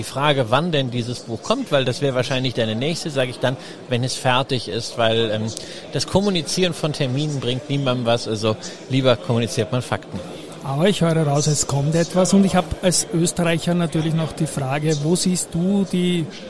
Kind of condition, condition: setting, busy venue